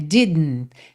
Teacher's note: Então você não precisa fazer didn't, como se tivesse um I no meio